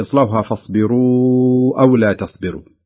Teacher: أتت في نهاية في أول الكلمة الثانية الذي هو حرف أو، فيكون الحكم مد منفصل يمد أربع حركات